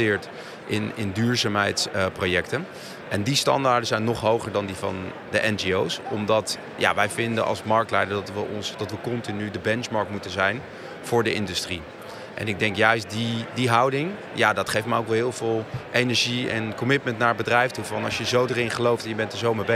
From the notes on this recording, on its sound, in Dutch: Deze korte serie is live opgenomen op Gastvrij Rotterdam.